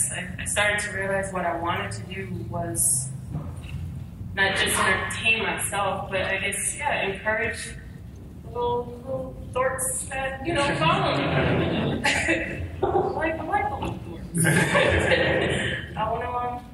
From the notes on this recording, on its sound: Here is another panel from this year’s San Diego Comic Con.